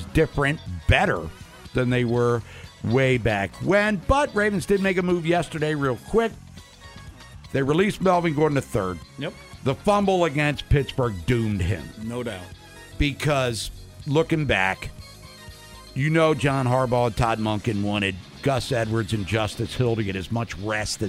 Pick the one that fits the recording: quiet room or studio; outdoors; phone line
phone line